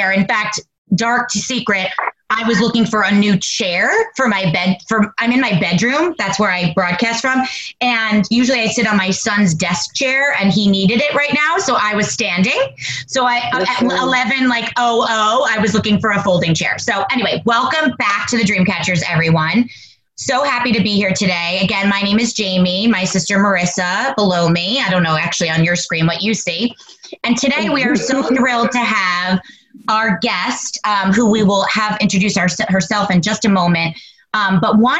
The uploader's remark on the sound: virtually sit down